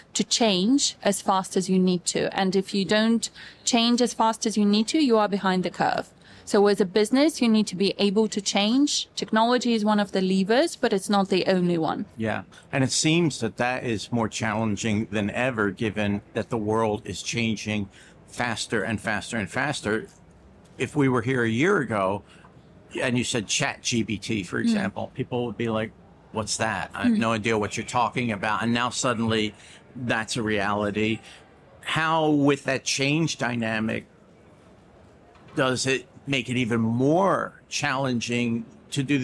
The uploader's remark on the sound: taped at Money 20/20 Europe in Amsterdam